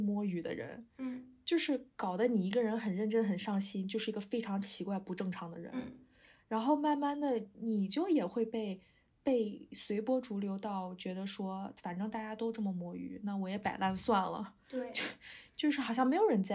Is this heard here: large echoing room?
no